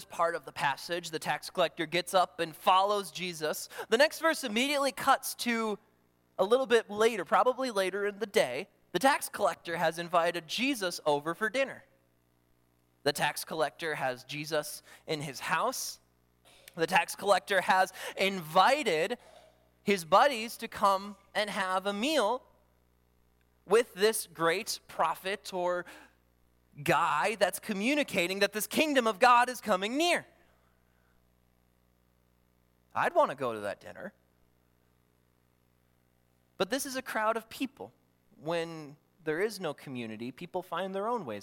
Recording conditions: large echoing room